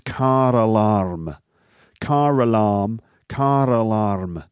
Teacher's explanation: one of the things you'll notice there is that rhotic R sound